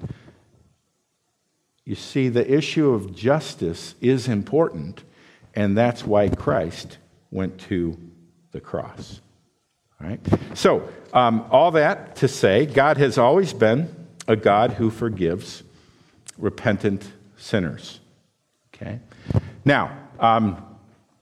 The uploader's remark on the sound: This sermon was preached at Valleybrook Community Church.